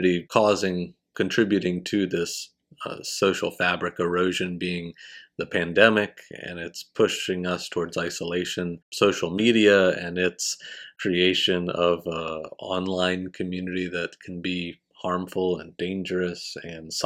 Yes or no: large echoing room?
no